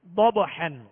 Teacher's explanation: ضبحاً، ضاد حروف مستعلیہ میں سے ہے، پر پڑھیں گے مگر بغیر ہونٹ گول کیے. اور آگے با ساکن ہے، با حروف قلقلہ میں سے، لہذا یہاں قلقلہ ہوگا، قلقلہ کا معنی ہے جنبش